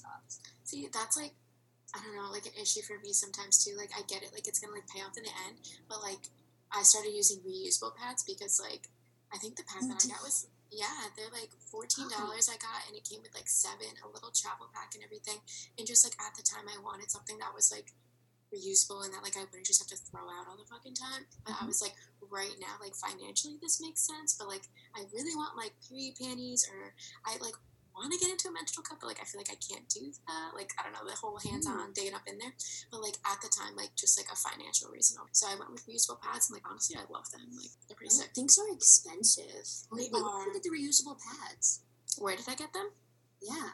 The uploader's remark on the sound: THIS IS MY FIRST TIME USING ZOOM TO RECORD THE AUDIO IS A LITTLE FUCKY.